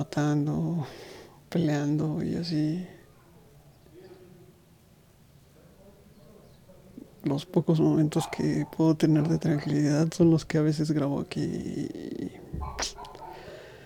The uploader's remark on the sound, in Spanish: Disfruta la lluvia conmigo y de mi sonido favorito: el sonido de la lechuza.